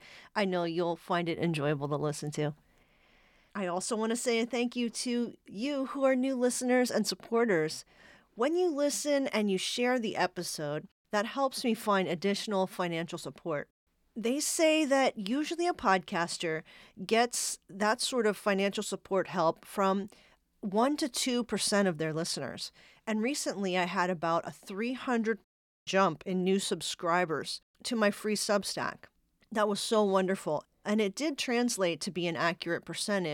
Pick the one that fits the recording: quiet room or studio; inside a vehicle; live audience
quiet room or studio